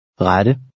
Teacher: The first E makes an A sound, and the double T sounds like D.